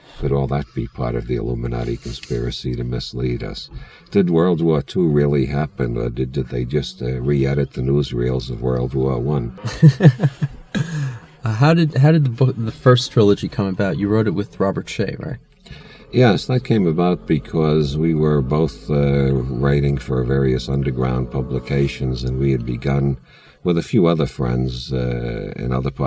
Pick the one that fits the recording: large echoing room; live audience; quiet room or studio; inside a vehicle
inside a vehicle